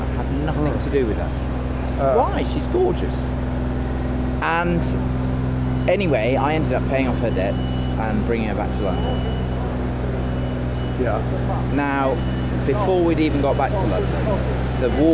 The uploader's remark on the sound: London, England. On the streets of London.